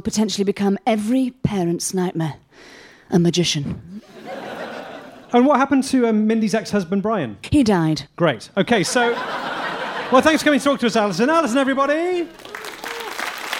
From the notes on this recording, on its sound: Live At London Agrimedia Con 2018. Live episode, recorded at this year's London Agrimedia Con.